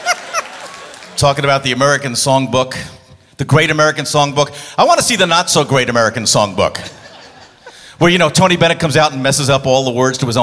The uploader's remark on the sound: Live at the SouthPoint Casino